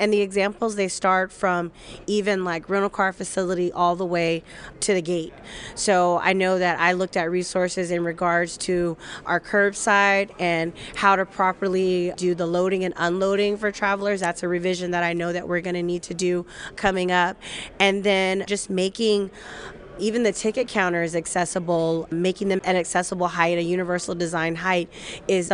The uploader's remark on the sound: Live at Symposium 2023